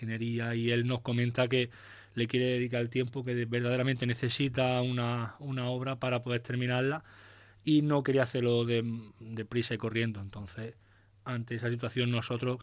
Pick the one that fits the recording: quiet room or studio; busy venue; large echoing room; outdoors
outdoors